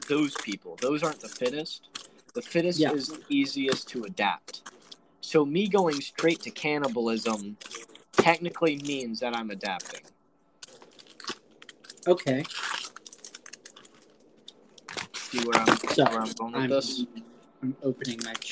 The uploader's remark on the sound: We had an audio malfunction during the episode record